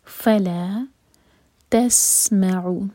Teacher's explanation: سین پر سیٹی کی آواز